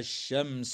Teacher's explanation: والميم الساكنة في كلمة الشمس حكمها الإظهار الشفوي لوقوع السين بعدها